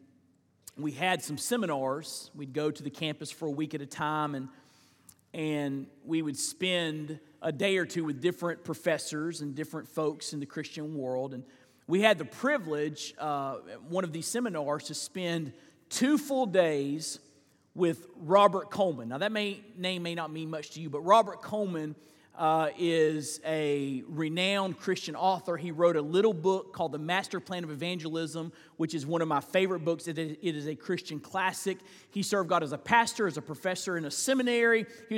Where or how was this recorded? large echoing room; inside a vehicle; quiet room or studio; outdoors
large echoing room